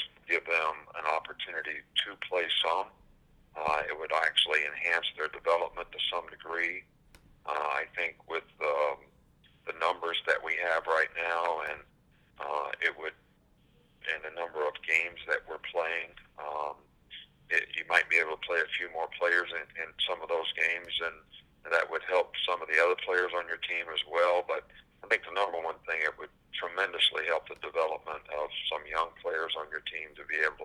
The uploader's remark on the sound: SEC Teleconference